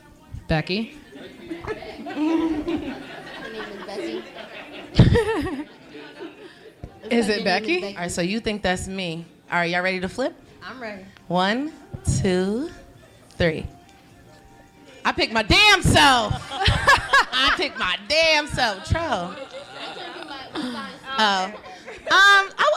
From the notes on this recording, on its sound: we had to celebrate big with a live show!